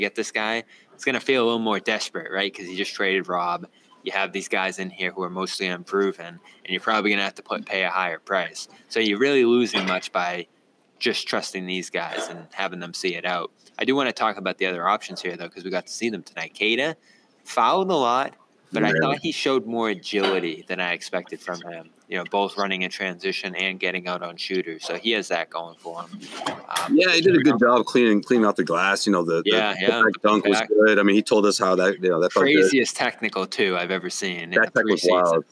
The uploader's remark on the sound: The Garden Report airs live after the Celtics' second preseason tilt vs the New York Knicks at Madison Square Garden! LIVE from MSG!